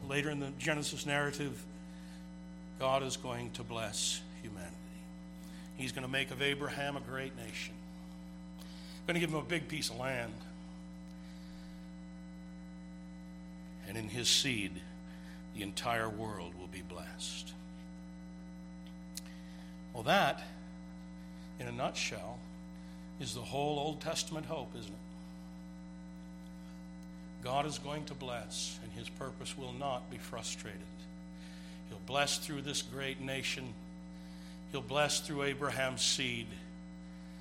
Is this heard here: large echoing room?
yes